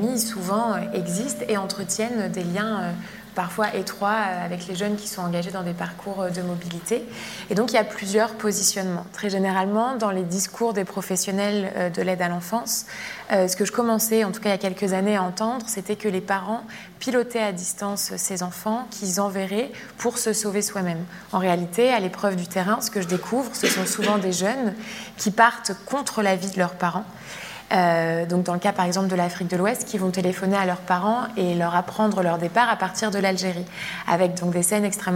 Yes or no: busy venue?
yes